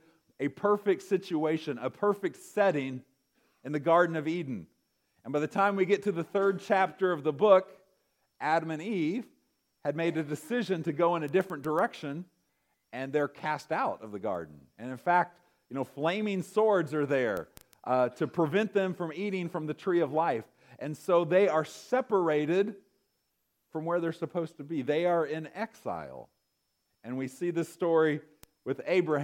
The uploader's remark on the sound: recorded November 25, 2023, at Ringgold Seventh-day Adventist Church.